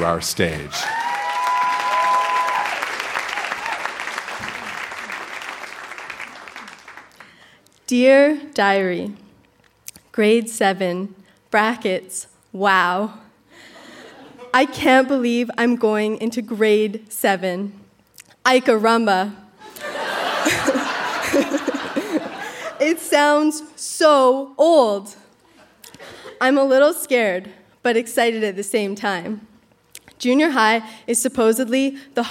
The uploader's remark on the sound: Recorded live at the Park Theatre in Winnipeg.